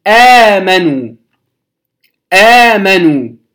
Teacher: لأن أصل الكلمة أأمنوا، ثم أبدلت الهمزة الثانية تخفيفا حرف مد من جنس حركة ما قبلها · فيأتي الهمز أولا ثم يأتي حرف المد. على سبيل المثال كلمة آمنوا، آمنوا، هذا مد يسمى مد البدل.